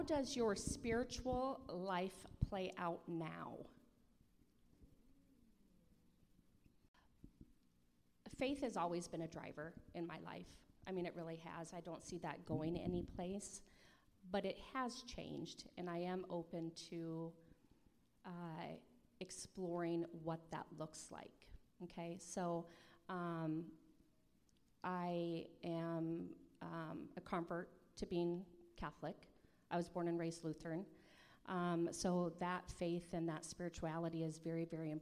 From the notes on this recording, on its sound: Hot Seat Recording from Sasstastic Live! This special live episode.